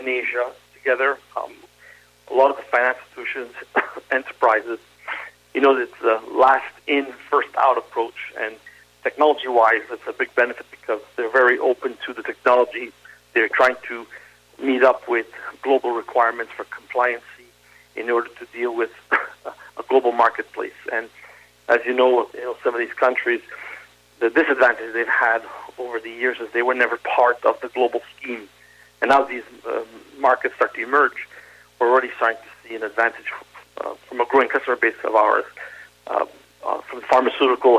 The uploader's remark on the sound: SmallCapVoice Interview. Called.